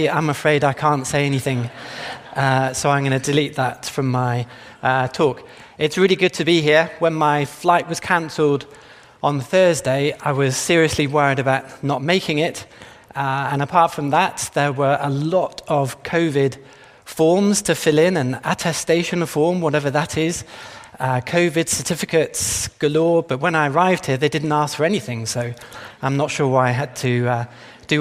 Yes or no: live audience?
yes